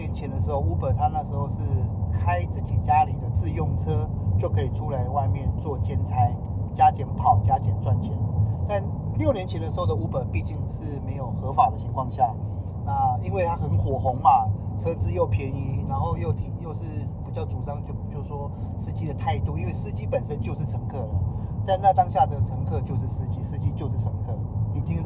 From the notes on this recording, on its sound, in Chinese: 某天搭UBER在回程路上聽大哥講故事用手機錄音 音質有點糟。